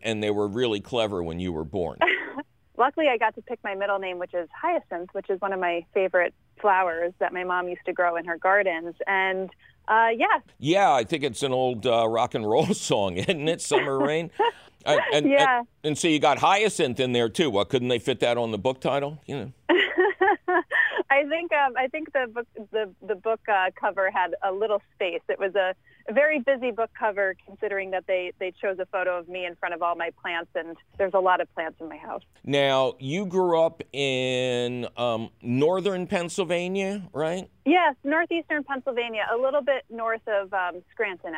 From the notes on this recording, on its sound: We talk with a guest. Your fabulous phone call questions.